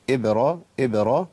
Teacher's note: وإذ بوأنا لإبراهيم عندي قلقلة في الباء إبرا إبرا ما أقولش إبراهيم ما ينفعش ولا أقول إبراهيم ما جبتش قلقلة خالص تمام.